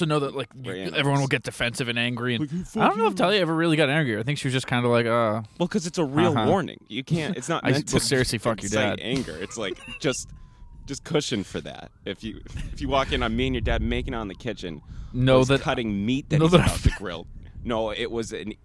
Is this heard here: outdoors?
yes